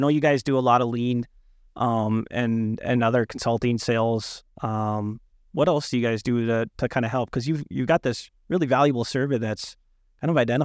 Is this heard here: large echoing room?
no